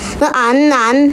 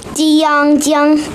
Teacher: 南、连、尖是前鼻音的字，江、东是后鼻音的字